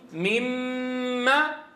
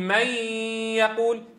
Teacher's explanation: حين تقول مما، الغنة كلها للحرف المدغم فيه، بينما حين تقول من يقول تولدت ياء تصاحبها غنة مطولة · Term: إدغام ناقص